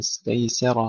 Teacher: ما استيسر ترقيق السين تفخيم الراء